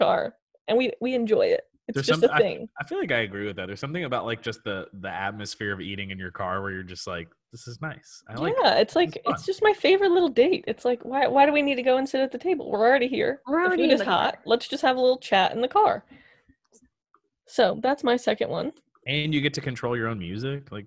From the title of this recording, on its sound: Four Idiots, One Zoom Call